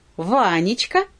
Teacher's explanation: Это хорей. Потом Ванечка, ударение на первый слог. Это трехсложное. · Term: Дактиль